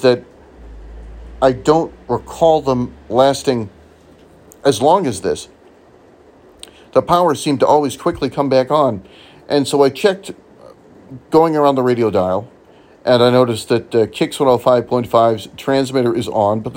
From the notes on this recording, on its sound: I join you from my phone… in the dark